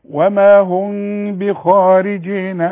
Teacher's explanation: في ميم بعدها باء يحصل لها اخفاء